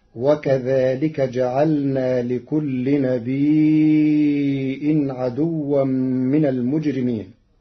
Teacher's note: قرأ ورش كلمة نبي بهمز بعد الياء الساكنة فيمدها مدا متصلا